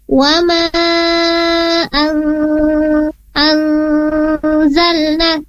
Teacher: di sana ada nun sukun bertemu dengan huruf zai, maka hukum bacanya adalah ikhfa, ditahan dua harokat. Wa ma anzalna, tidak wa ma anzalna, tapi di sana ada ikhfa ya.